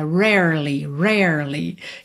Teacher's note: que tem dois R's enrolados em rarely